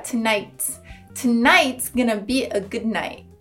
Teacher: quando eu falo tonight is, eu junto o T com o IS. Vai ficar tonight.